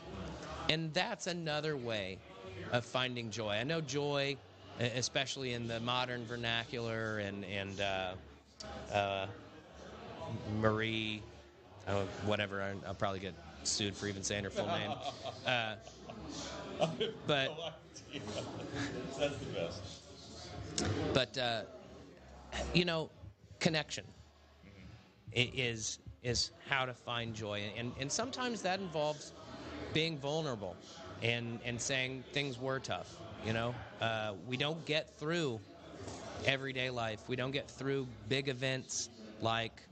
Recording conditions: busy venue